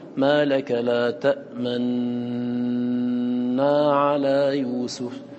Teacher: الإشمام هنا هو إشارة إلى الضمة بضم الشفتين بعد الإدغام وقبل استكمال التشديد